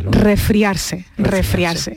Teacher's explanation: Tiene una S antes que una F. Eh, a veces se pronuncia sin S.